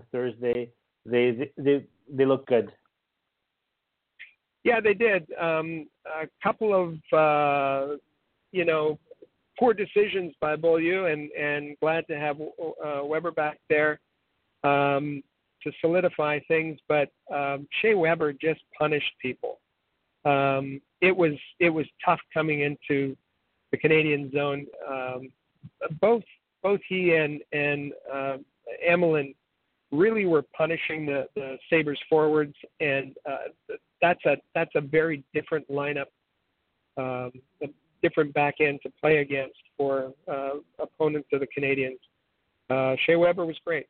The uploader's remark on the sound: as we take your phone calls